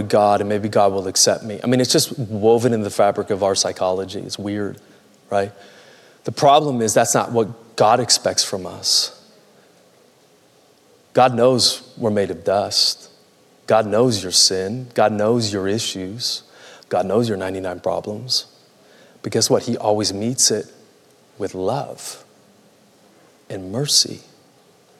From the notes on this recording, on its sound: Recorded Live at Capital Church in Meridian, Idaho